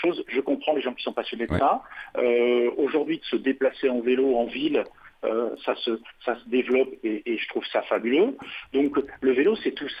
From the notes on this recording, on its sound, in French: En plateau (au téléphone).